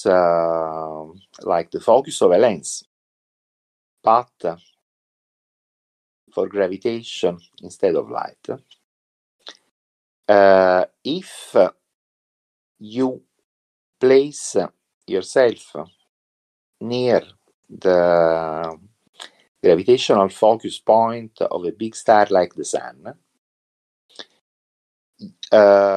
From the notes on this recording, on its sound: Recorded this episode of the Turing Church podcast from Discord. I recorded this episode of the Turing Church podcast from Discord using Craig , a voice channel recording bot for Discord. The audio is crisp and clear.